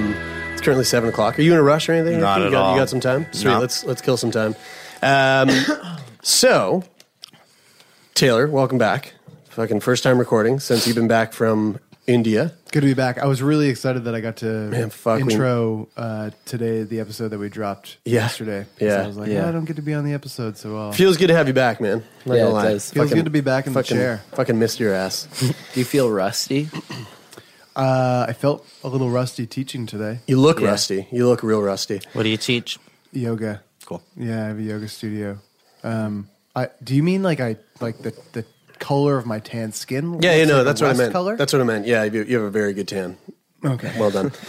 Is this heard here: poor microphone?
no